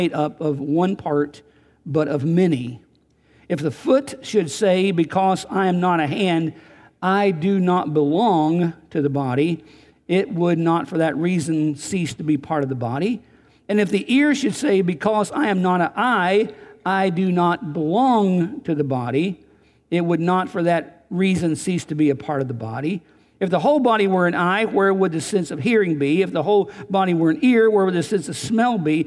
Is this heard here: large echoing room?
yes